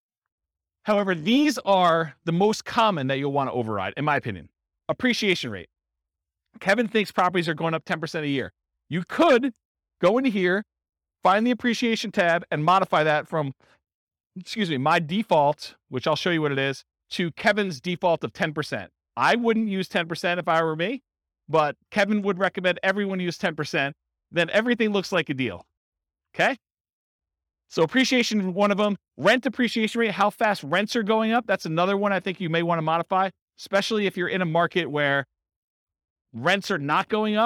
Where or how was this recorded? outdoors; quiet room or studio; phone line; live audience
live audience